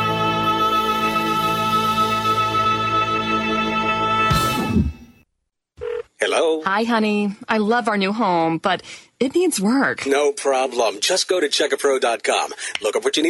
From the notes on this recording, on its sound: homeowners who called in to the radio show